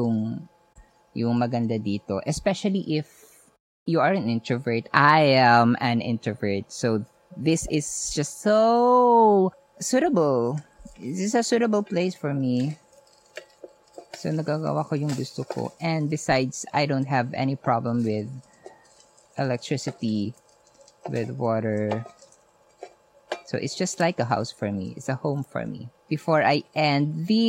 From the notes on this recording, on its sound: When I decided to build a hut at my grandpa’s property a kilometer away from the barrio. Recorded straight from my little house, I share these lessons while preparing my breakfast.